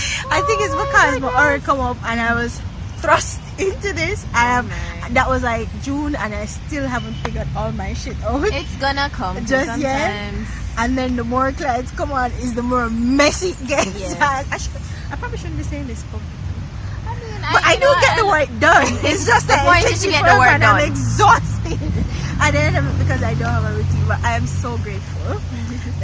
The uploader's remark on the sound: We had a wonderful time walking and talking in the gardens of the beautiful Pegasus Jamaica Hotel in the heart of Kingston Jamaica